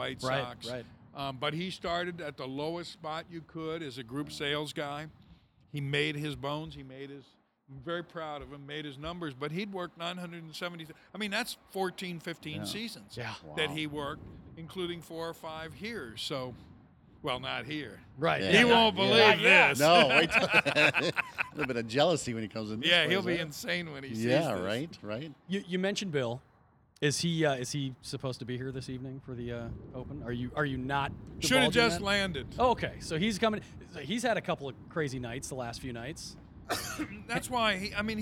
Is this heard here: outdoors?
yes